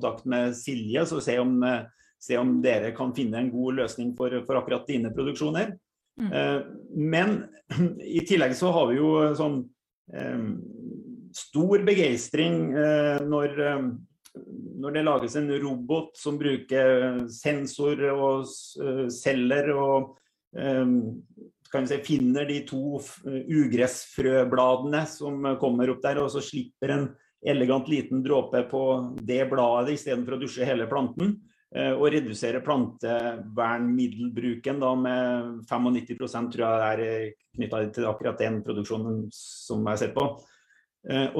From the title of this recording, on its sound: Live Zoom